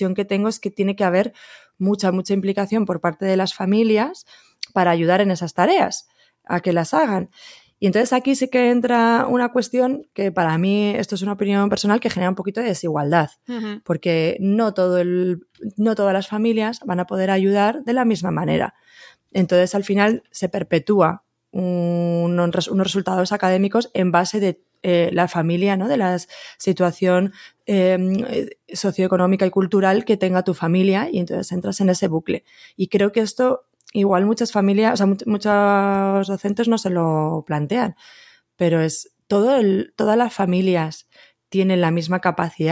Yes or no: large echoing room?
no